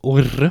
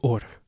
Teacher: I'm completely not trilling the R at all · Shown in: second take